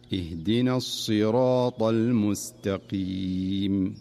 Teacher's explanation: فالصاد في الصراط حرف مستعل مفخم، فلا ينبغي أن تضعف صفته حتى تميل إلى السين. · Term: تفخيم حرف الصاد